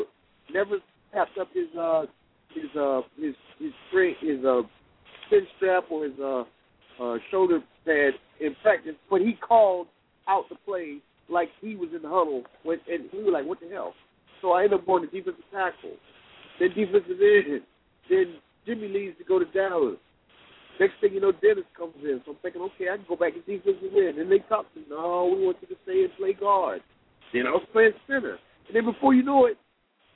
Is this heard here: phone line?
yes